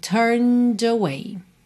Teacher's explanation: Aqui, olha, you turned away. O E de turned não é pronunciado, tá bem? Então, você vai do N pro D e usa o som do D para juntar em away